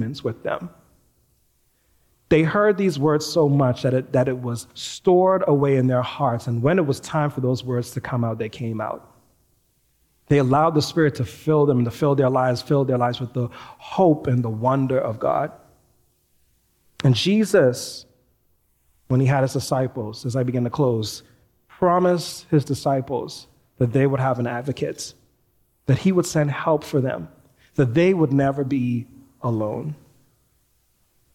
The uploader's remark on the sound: Recorded live at New Providence Community Church.